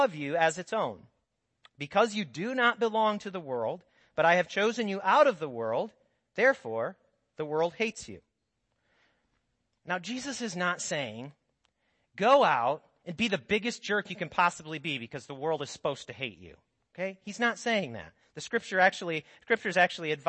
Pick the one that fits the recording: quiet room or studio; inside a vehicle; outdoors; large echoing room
large echoing room